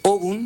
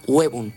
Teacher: En un momento de la evolución del latín al castellano, la O tónica diptongó en UE. · Shown in: second take